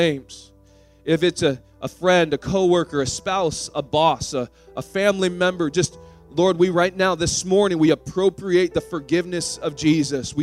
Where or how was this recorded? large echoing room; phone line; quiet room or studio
large echoing room